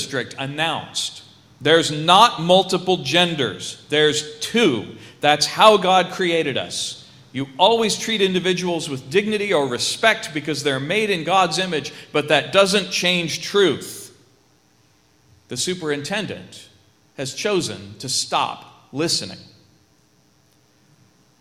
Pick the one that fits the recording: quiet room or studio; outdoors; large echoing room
large echoing room